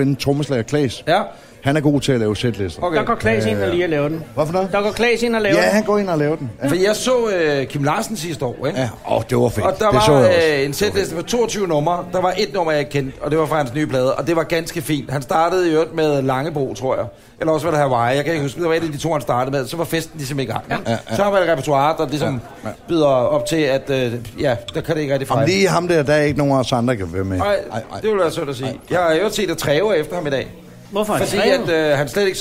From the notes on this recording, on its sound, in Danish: Live fra Aarhus. Er optaget på beværtning ' Hos Anders' I Aarhus Midtby. Foran et oplagt publikum.